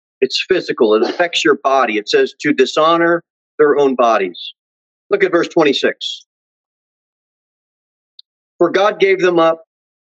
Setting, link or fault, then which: setting, large echoing room